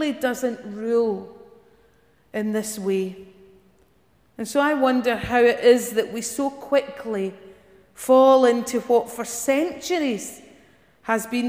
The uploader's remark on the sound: Morning worship recorded at Giffnock South Parish Church on 7th October.